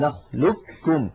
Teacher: بإدغام القاف في الكاف إدغاما كاملا مستكمل التشديد، يكون النطق فيه بكاف مشددة